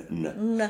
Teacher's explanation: the N is actually back further in your mouth · Term: R-N · IPA: ɳ